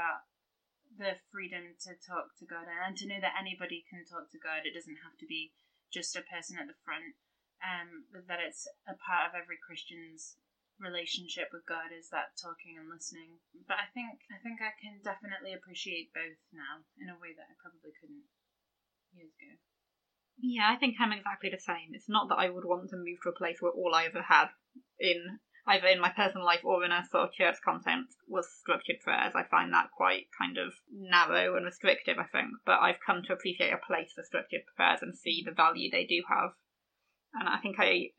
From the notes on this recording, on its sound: We apologise for some audio issues we experienced with this recording. Half of this was technical. The other half was our dog making too much noise!